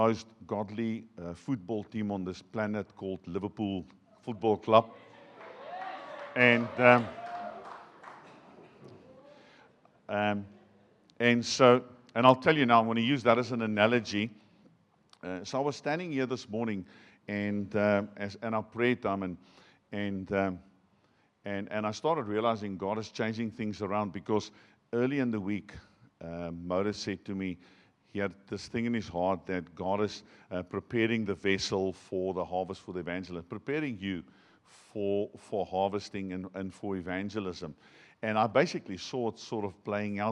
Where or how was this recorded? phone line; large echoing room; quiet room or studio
large echoing room